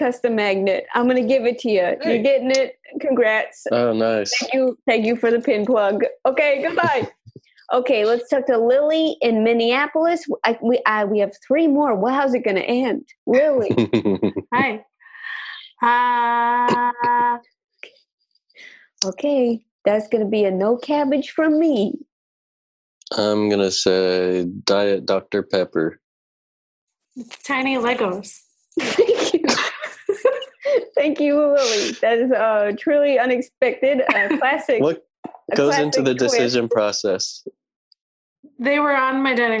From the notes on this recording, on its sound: In our very first episode recorded entirely remotely. Play listener-created games with callers via Zoom!